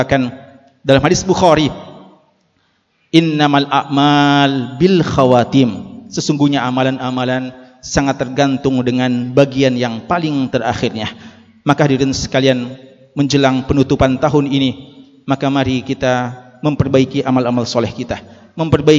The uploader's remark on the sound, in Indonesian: LIVE Ceramah Jum'at. Ceramah Jum'at [LIVE].